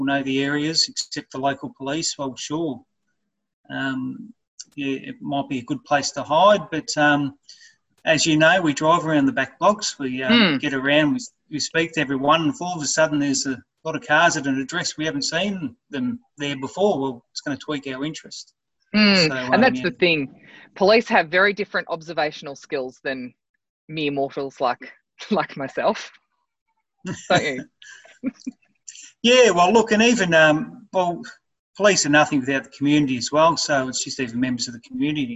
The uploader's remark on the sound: was done over zoom without the other fancy gear, I’ve tried as hard as possible to improve audio quality, so I do apologise